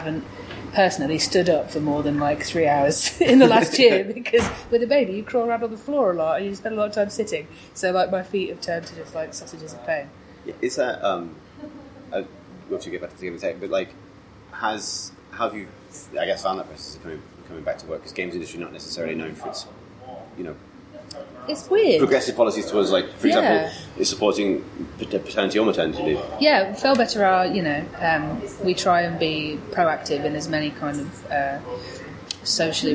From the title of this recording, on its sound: Chats at Rezzed